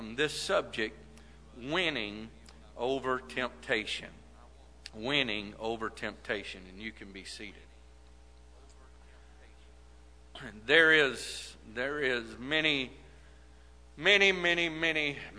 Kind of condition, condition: setting, large echoing room